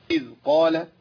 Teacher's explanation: يبقى الذال عندي حرف يمشي فيه الصوت ويمتنع النفس. ما ينفعش إن أنا أمشي الصوت والنفس ولا أمشي ولا أقطع الصوت ولا النفس.